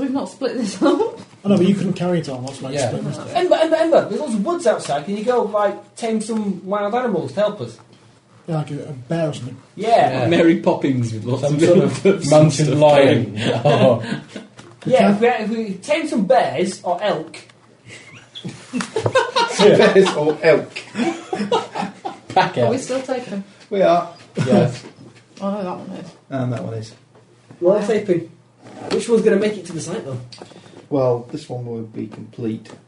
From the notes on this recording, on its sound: Recorders go crazy again but thankfully paranoia means that the game is not lost.